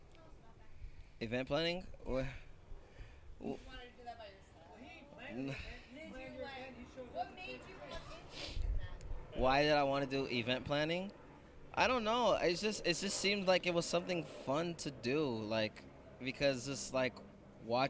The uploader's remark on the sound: Live Elegant Bliss Launch Party!